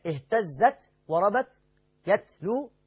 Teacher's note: كل التاءات بقى فيها همز عشان نبقى عارفين